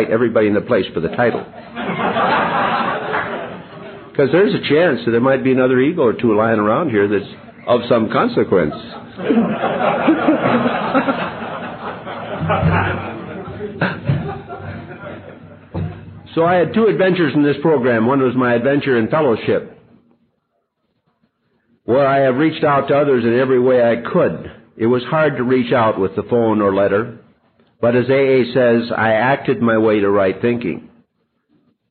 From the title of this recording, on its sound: SA International Conference, Nashville (July 1993)